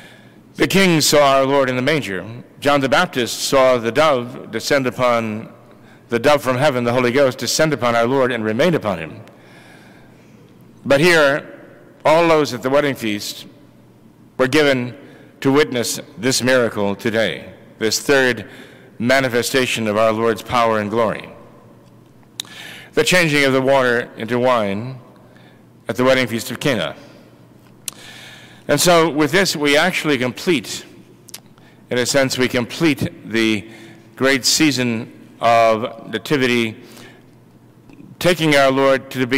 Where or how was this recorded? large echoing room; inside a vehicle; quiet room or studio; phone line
large echoing room